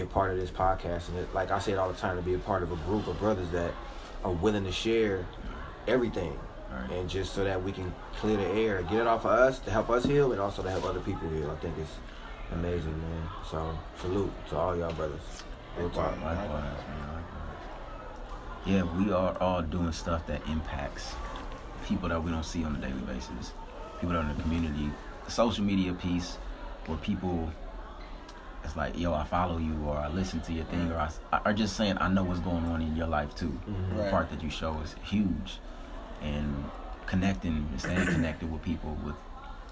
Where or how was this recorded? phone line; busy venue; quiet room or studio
busy venue